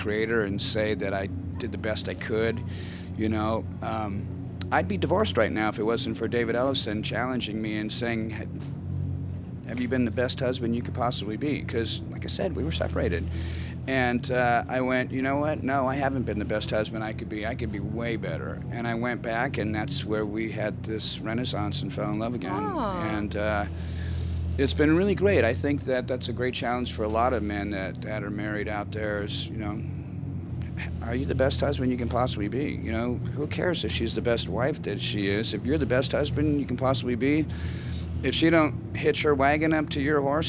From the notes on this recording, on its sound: At Wacken Open Air 2017 I got a chance to chat.